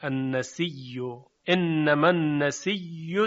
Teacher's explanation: ورش همزه رو تبدیل به یا میکنه و یا رو در یا ادغام میکنه